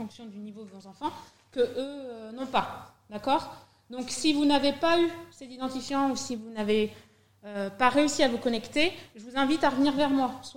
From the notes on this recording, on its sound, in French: Voici une captation de la réunion qui a eu lieu au collège le 13 septembre 2021 à 18h pour accueillir les parents d'élèves de 6e.